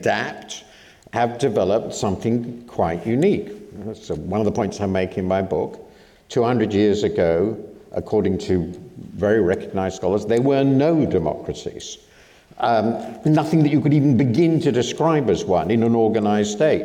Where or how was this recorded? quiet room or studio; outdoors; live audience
live audience